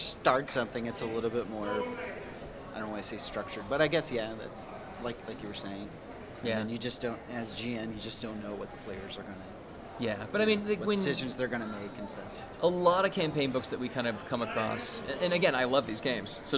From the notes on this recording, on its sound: The SwarmCast was at Origins 2019, and we recorded with some pretty cool folks!